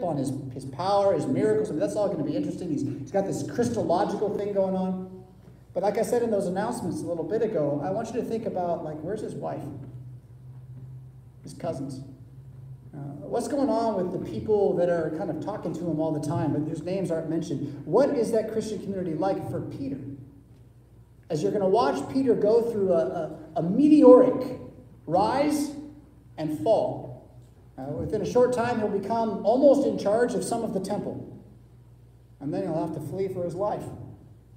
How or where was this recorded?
large echoing room